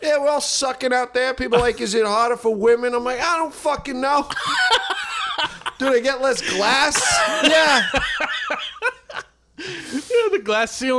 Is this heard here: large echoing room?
no